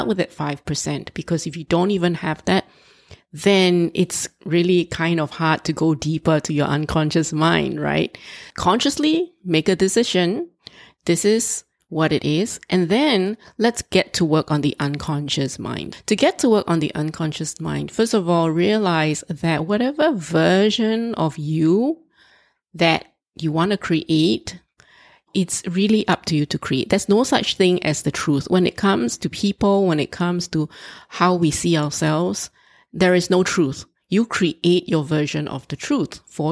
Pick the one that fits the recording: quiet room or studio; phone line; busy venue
quiet room or studio